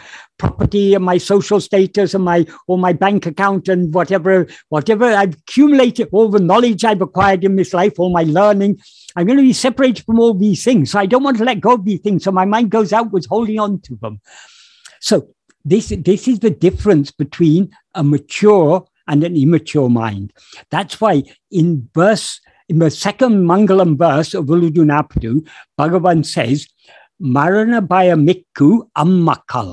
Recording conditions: video call